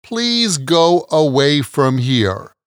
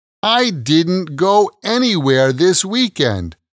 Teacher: The O sound of go is followed by the sound of away, go away. But when you pronounce those two words without stopping the flow of air coming out of your mouth, a tiny W appears between go away